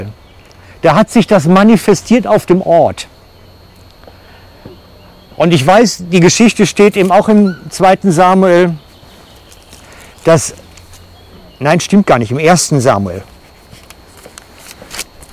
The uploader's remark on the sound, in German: Aus dem Wald-Gottesdienst. Für die FCG Lenzburg.